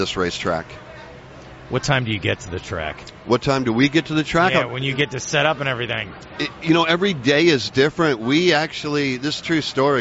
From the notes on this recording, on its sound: joined live at the Daytona International Speedway